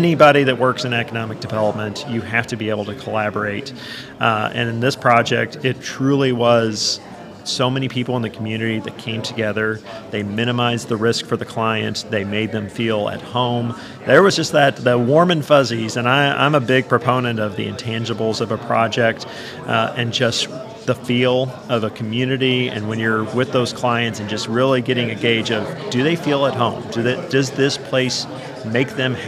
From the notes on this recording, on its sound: LIVE from the SEDC Annual Conference in Williamsburg. Is live at the Council's Annual Conference in Williamsburg, Virginia.